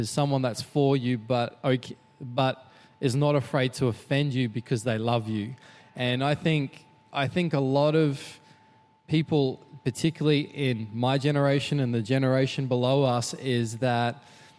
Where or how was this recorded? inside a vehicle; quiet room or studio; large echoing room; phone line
large echoing room